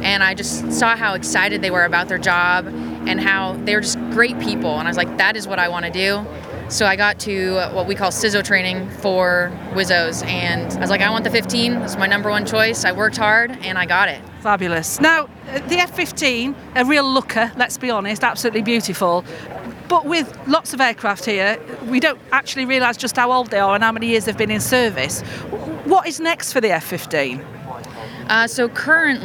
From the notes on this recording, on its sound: at the Royal International Air Tattoo in July with a microphone